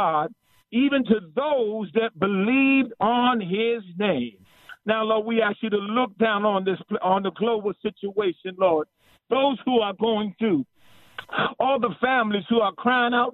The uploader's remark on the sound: Lots of precious saints called in today